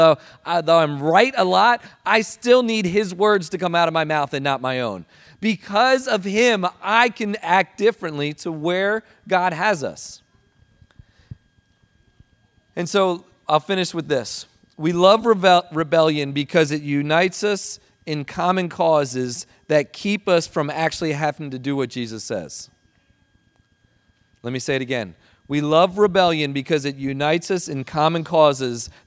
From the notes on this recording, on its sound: Recording of Sunday gathering on June, 4th 2023.